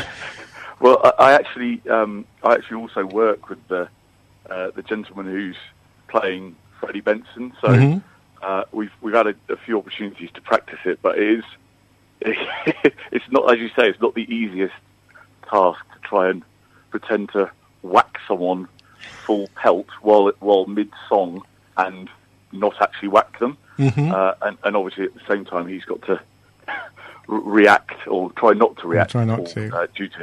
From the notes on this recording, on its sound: Joined on the phone. From The Lyric Players.